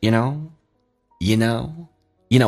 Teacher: You 说成 Ye， Know 说成 Ne，鼻音哼一下